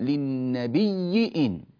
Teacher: وقد سبق لنا التنبيه في باب الهمزتين من كلمتين المتفقتين بالحركة إلى موضعين من كلمة النبي، جاء قالون بسبب اجتماع همزة النبي فيها مع الهمزة التي تليها، فأبدل قالون الهمزة ياء فجعلها النبي